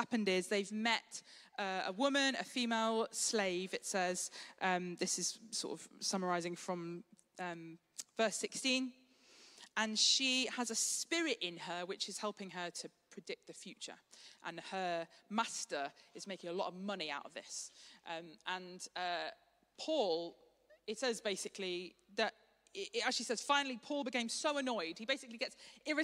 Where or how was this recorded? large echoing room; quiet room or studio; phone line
large echoing room